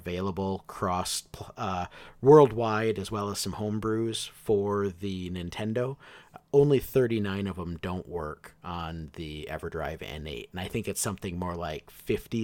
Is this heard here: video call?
no